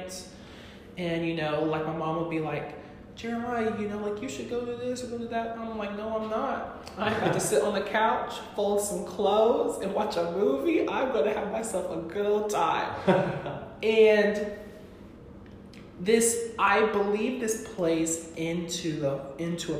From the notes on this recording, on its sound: Sorry for the echo we are still figuring out podcast techniques.